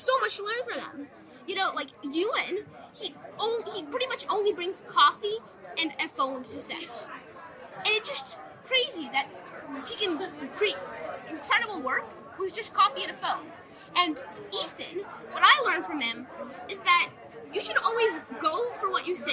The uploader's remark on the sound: We were at the premiere of Raymond & Ray at the Toronto International Film Festival to speak to the cast about this tragic but humorous film.